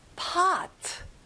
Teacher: 오 소리가 아니라 어 소리예요